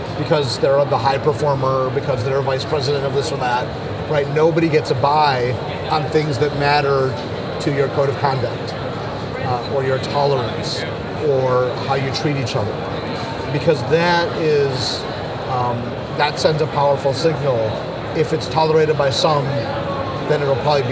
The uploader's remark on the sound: at a tech conference in Barcelona, Spain